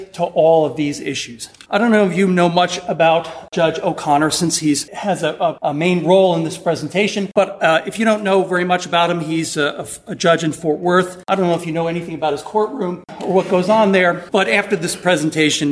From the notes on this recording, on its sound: Recorded at the 2019 annual meeting of the Southeastern Association of Law Schools during a panel reviewing the year in healthcare financing.